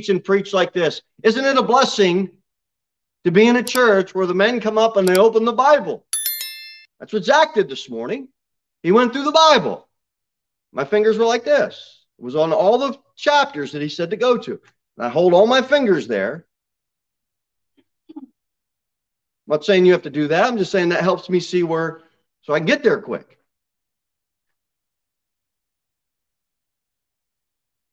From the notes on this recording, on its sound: Sermon delivered at Pilgrim Baptist Church